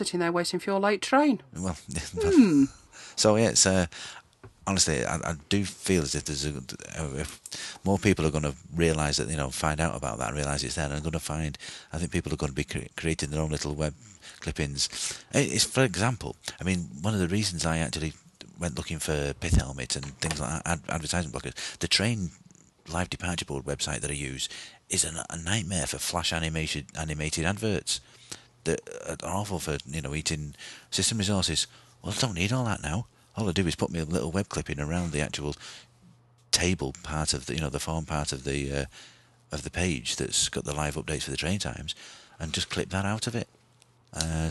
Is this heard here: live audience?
no